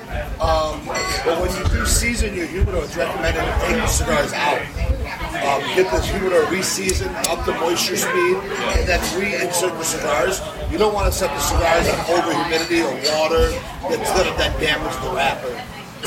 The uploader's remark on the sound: Man Cave Happy Hour – Live from Stray Cat Lounge